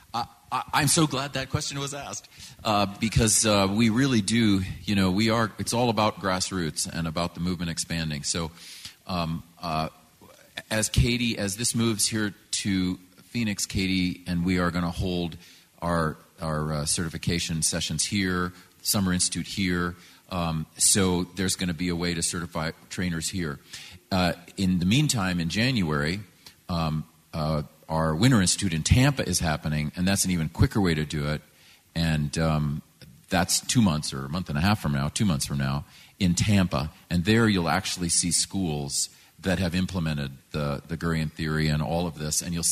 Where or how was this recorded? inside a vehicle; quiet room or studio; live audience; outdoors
live audience